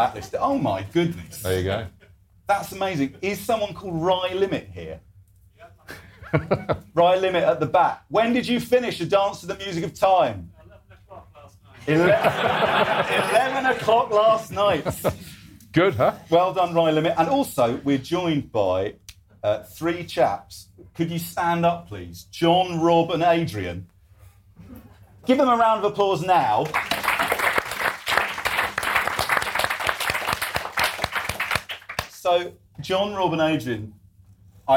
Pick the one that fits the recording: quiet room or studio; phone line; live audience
live audience